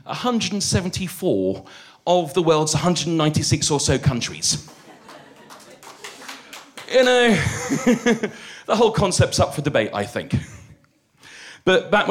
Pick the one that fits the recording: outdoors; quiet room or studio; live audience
live audience